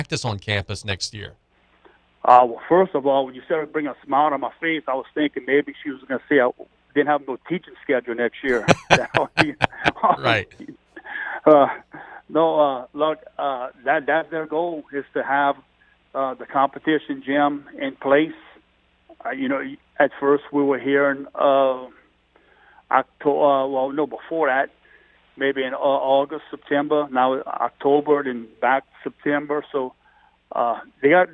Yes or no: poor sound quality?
no